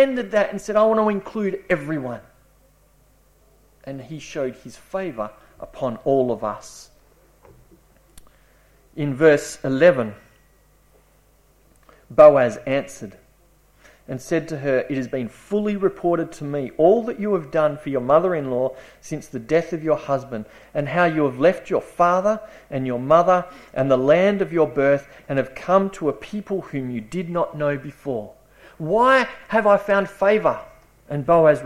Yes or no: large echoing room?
yes